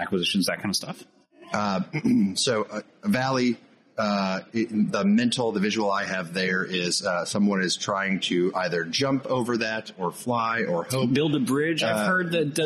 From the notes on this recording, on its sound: discussed with us at AFCEA West